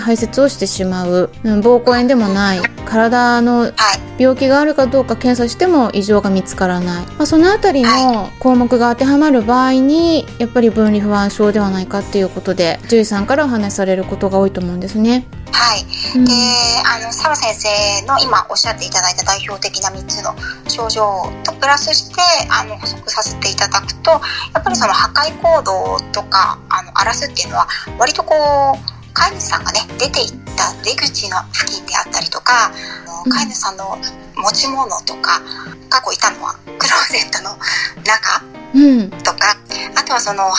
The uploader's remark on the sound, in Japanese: Clubhouse公開収録